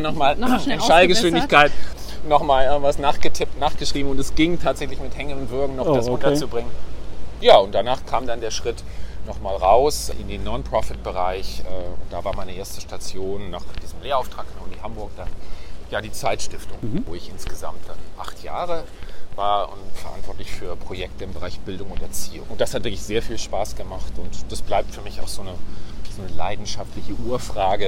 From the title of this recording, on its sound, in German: Auf einen Spaziergang